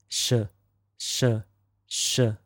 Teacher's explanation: your tongue is curled upwards towards the hard palate, which is the top part of your mouth